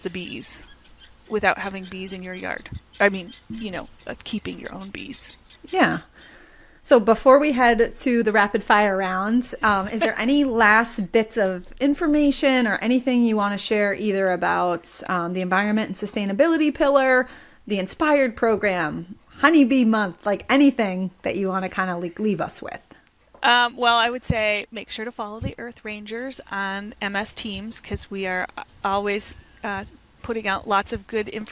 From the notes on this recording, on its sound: live from her beehives